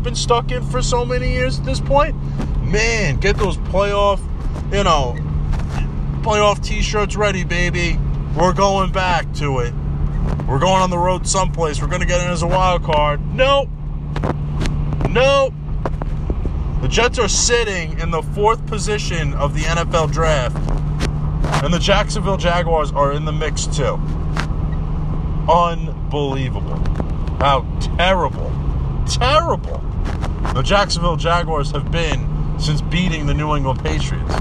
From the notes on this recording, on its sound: I rant on the game of football in my car